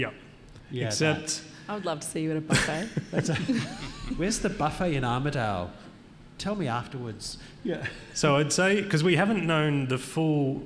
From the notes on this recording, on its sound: We’re LIVE for a second time in Armidale for National Science Week at The Welder’s Dog Brewery, on Anaiwan country, also known as high country, in the state of New South Wales, Australia.